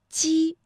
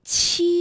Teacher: 比如说大家读鸡的时候，这个气流呢和读七的时候呢感觉到明显的不一样，因为读七的时候会觉得要用力喷一口气